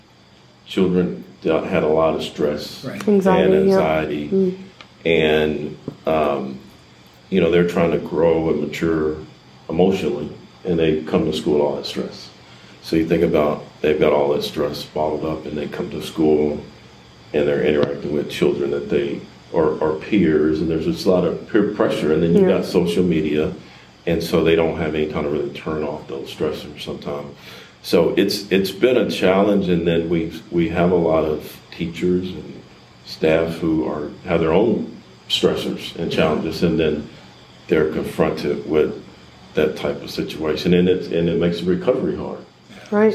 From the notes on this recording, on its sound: set aside some time to chat with us during the Texas Workers' Compensation Conference in Austin.